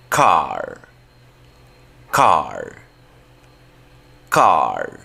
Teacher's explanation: Ahí la abrimos mucho. Es el sonido donde más abrimos nuestra boca. · Tu lengua debe estar relajada y baja en tu boca. Y el sonido debe ser prolongado.